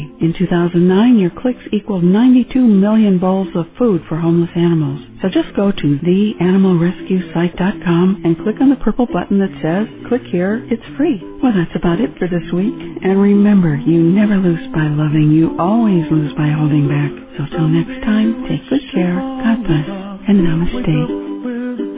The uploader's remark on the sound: a live call-in radio talk show